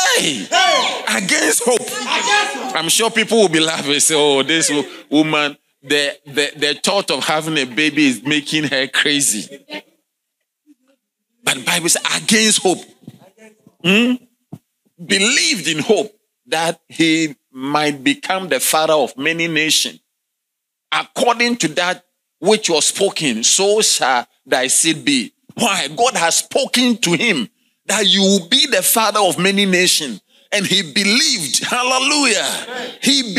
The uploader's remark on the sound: Sermon delivered on Tuesday, May 7, 2023, at LCI Mega-Church in Cape Town, South Africa.